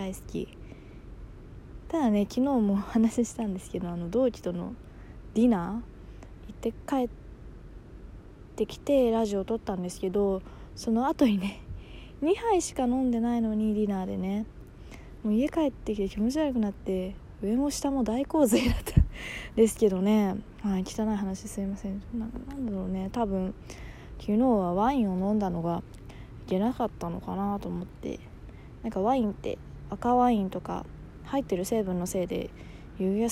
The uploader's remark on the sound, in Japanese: 帰宅途中に録音したので車の音とか入ってます。